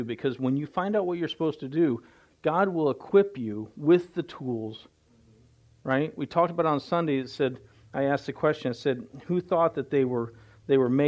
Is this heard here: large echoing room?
yes